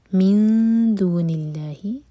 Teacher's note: من دون اللہ، من یہاں پر دال کے لیے اخفا کریں گے، نون کی آواز کو چھپائیں گے اور دو سیکنڈس کا ٹائم دیں گے